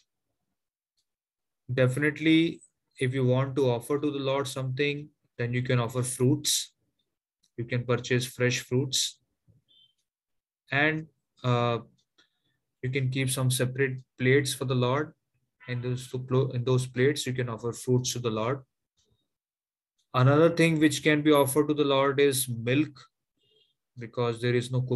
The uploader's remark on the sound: Zoom classes